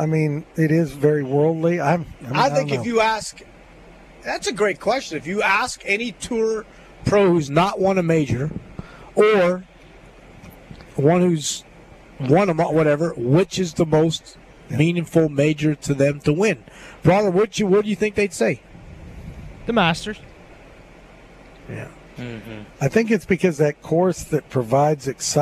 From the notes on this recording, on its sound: LIVE From Terry Thompson Chevrolet!